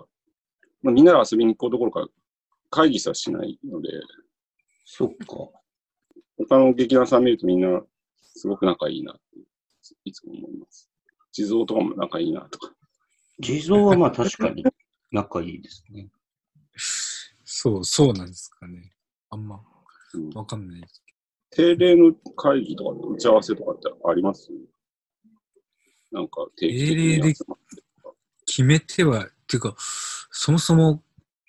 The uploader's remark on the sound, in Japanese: 収録地：それぞれの家（ZOOM収録）